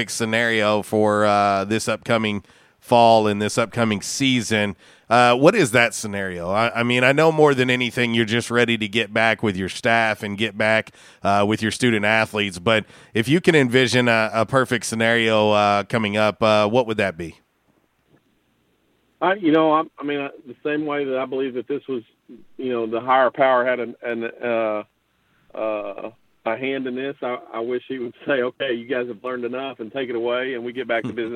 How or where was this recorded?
phone line